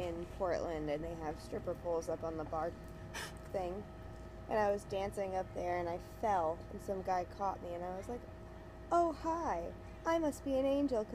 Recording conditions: background noise